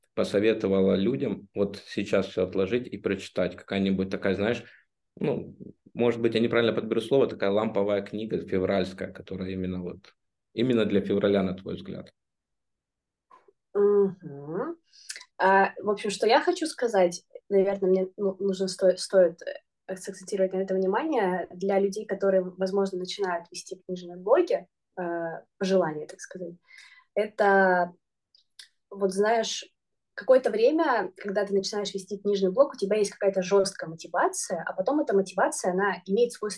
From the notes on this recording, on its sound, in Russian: Мы записали новый зумподкаст.